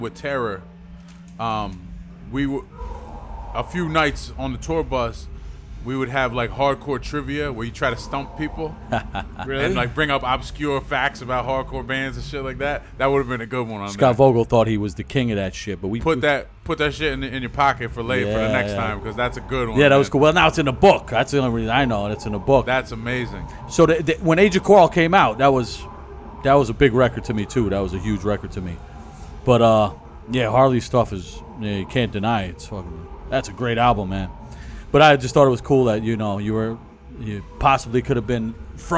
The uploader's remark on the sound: at East Coast Tsunami Fest (Recorded 9-22-17)